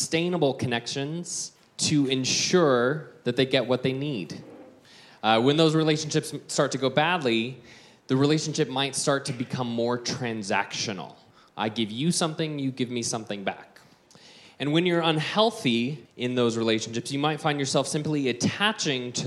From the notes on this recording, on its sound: Around the Circle hosted a conference about becoming your true self. This audio is a live recording from that conference.